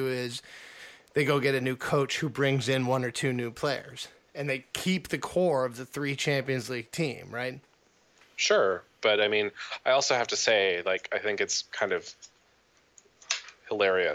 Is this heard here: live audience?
no